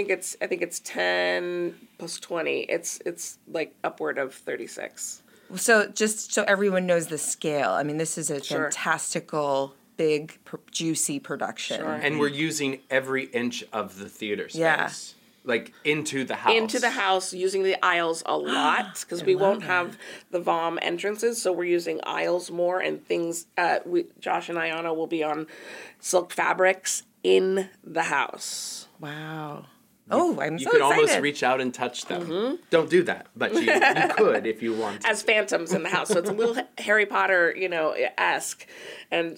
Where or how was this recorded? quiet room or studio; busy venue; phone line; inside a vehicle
quiet room or studio